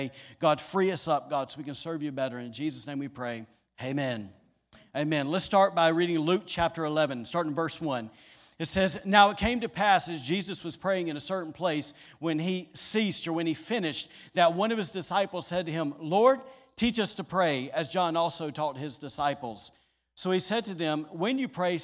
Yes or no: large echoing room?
yes